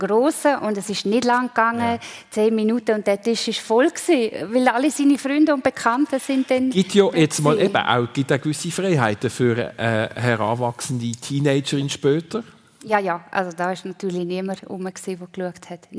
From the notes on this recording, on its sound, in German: live aus der Lokremise in St.